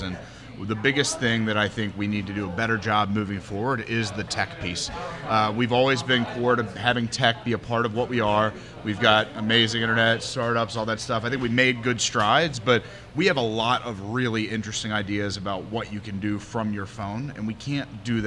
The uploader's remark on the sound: LIVE at Braxton! Live! At Braxton. From our live periscope feed and interaction via social media.